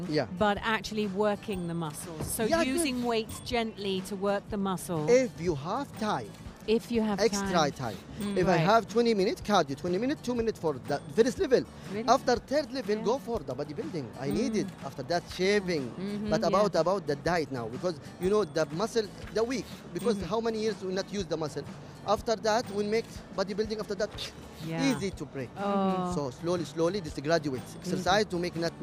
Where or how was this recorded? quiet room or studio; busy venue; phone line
busy venue